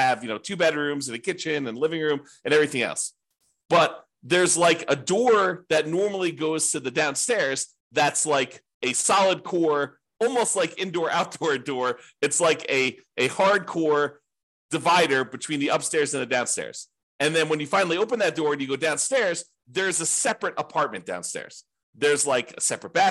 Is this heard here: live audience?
no